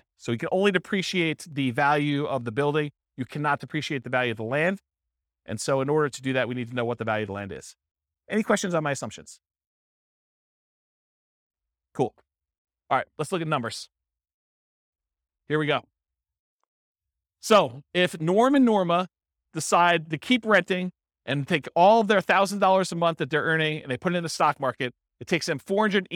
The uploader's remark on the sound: This was a live class recorded